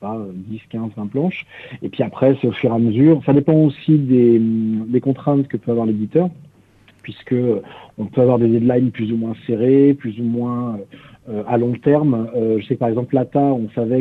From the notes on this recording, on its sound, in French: reçoit par téléphone 2 coloristes